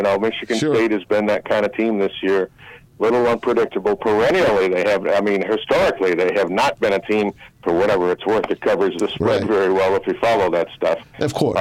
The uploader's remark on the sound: Joined in studio. The guys are then joined over the phone by longtime Detroit and East Lansing sports anchor.